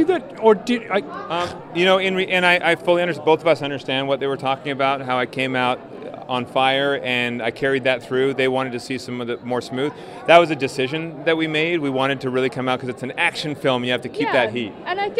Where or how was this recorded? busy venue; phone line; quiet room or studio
busy venue